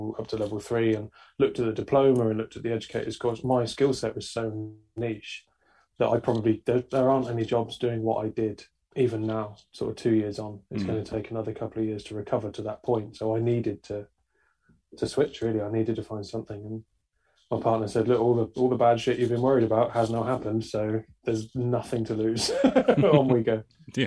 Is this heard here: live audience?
no